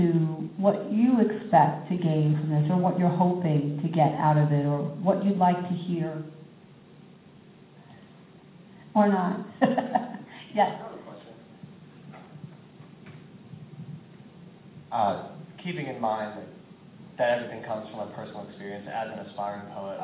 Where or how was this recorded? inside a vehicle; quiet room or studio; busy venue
busy venue